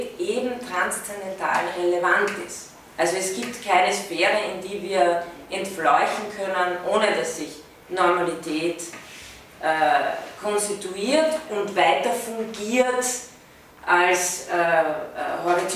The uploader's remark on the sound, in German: von Studierenden aufgezeichnet